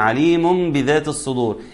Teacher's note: التنوين ده أتى بعده حرف الباء وبالتالي يقلب إلى ميم